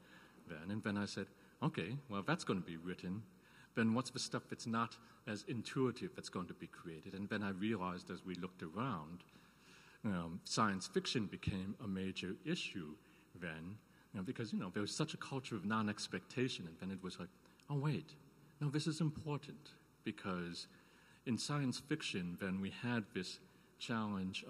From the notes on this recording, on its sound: This event was streamed live from The Soraya at California State University, Northridge on March 16, 2022